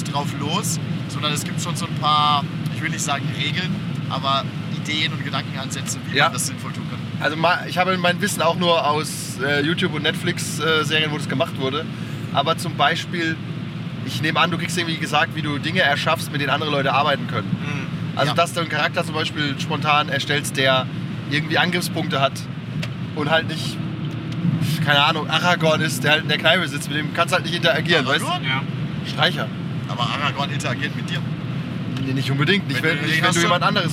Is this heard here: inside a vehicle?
yes